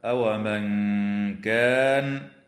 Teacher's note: حكمها الإخفاء الحقيقي مع الغنة مرققة